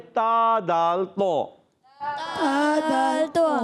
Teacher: اور جب زبان کی کا سرا اوپر کے دانتوں کی جڑوں میں لگے گا تو ادا ہوں گے تا دال تو. تا دال تو. · Term: حرف نطعیہ